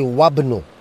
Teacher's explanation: Wabnu. Now here I don't say Wa Ibnu, I say Wabnu. I don't pronounce the Hamza. · Term: Hamzatul Wasal